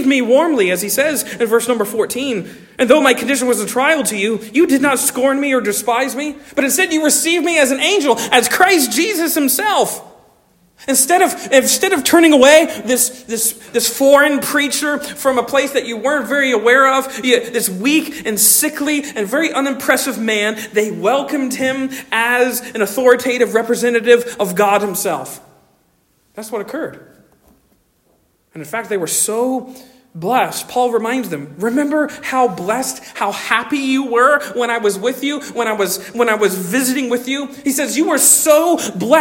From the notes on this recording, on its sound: Originally delivered on 14 January 2024 at Stonington Baptist Church, Paxinos, PA. At Stonington Baptist Church, Paxinos, PA.